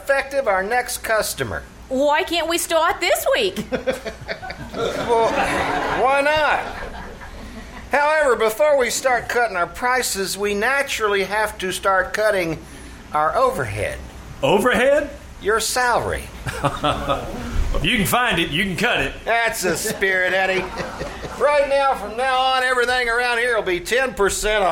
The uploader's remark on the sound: performed live June 21-23 at the KCAL Radio Theater in downtown Nicholasville, Kentucky